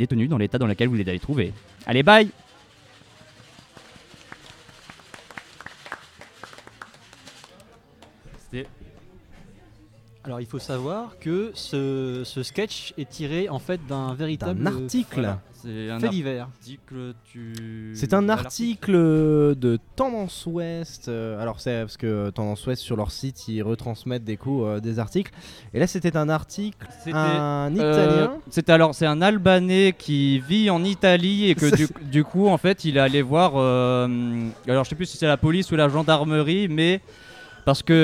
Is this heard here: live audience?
yes